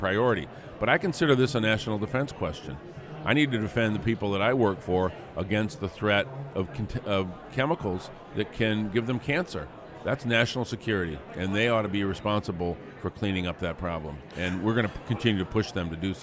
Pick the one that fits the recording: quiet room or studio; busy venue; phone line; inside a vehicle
busy venue